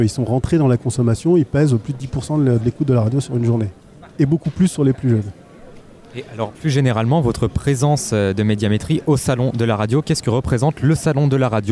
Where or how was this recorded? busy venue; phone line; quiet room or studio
busy venue